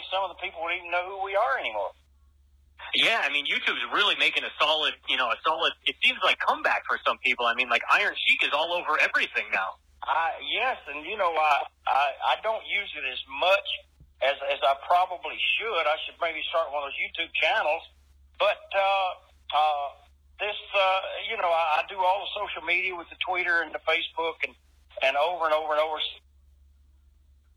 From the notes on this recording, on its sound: This phone interview